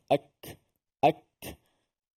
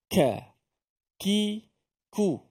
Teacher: huruf yang suaranya bersifat dengan tertahan kuat tetapi nafasnya terlepas, ada sedikit anginnya walaupun dia berbaris. Kalau mati lebih jelaslah kan, ak tetapi kalau berbaris, ka, ki, ku. · Term: huruf kaf